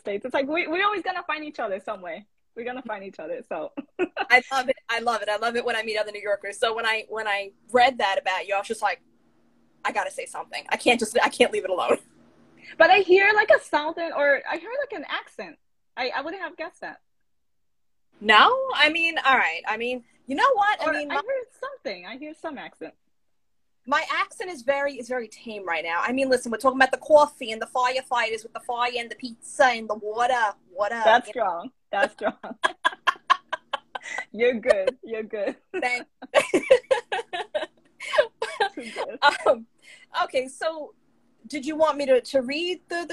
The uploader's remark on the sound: a series of Instagram Live interviews